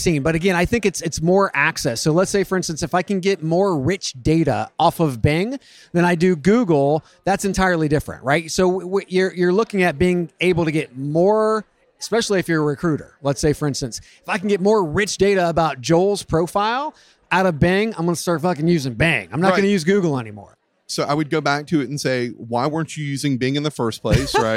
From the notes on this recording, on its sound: Live from TA Week in San Diego from the Qualifi booth